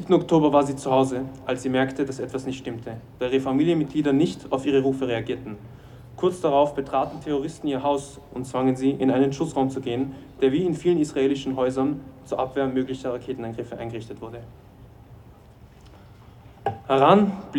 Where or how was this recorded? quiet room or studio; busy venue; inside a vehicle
busy venue